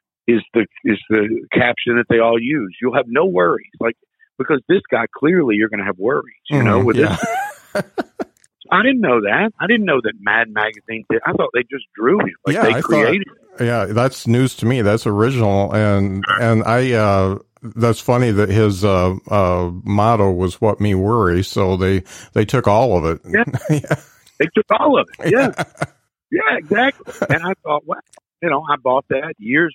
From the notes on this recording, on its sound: It's hard to connect over the phone but I think we did it.